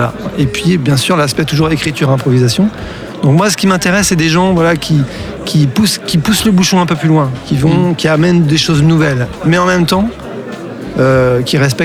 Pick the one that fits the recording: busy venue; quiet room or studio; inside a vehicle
busy venue